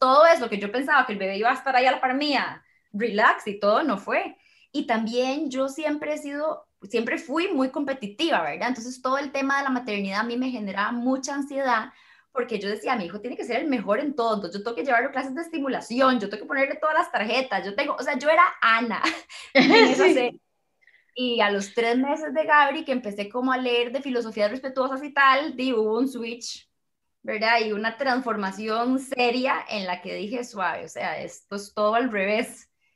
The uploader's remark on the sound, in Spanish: nos pusimos a conversar vía Zoom